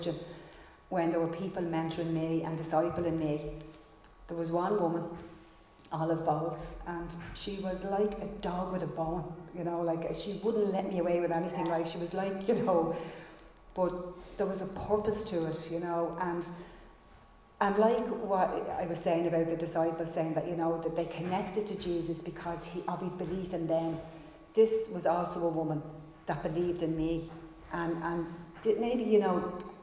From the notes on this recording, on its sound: Recorded live in Liberty Church on 16 January 2022